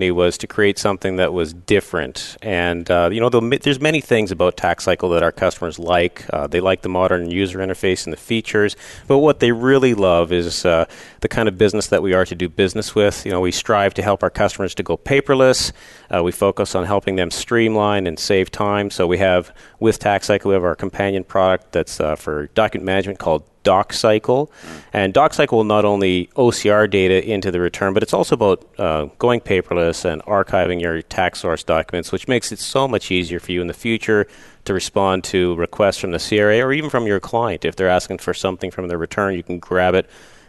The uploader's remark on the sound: Live Broadcast at the The IPBC IGNITE Conference.